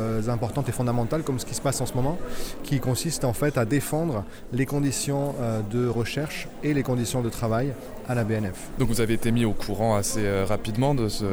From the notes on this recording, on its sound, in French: Reportage lors de la conférence de Presse du 15 juin. Le personnels de la Bibliothèque Nationale de France est en grève.